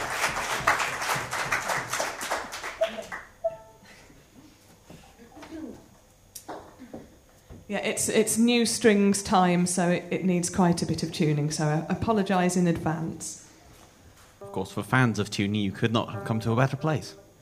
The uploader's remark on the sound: This week's episode is the first act of our Tragic Winter live show which took place at the Hackney Attic in February.